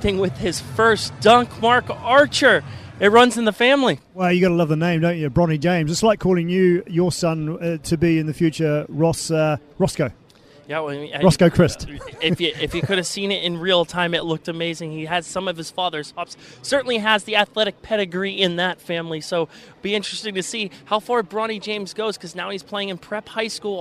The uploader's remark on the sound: From the rooftop garden of Barasti.